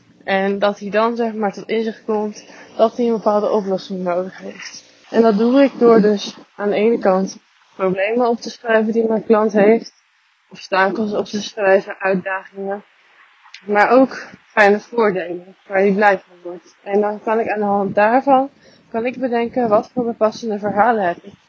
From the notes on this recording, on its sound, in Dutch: Mijn excuses voor het geluid. Het is niet al te best.